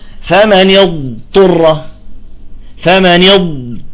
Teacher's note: الضاد هو حرف استطالة، فلذلك يجب أن نظهر استطالته